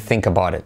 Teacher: Semiclave, T como R suave. Se convierte en think about it.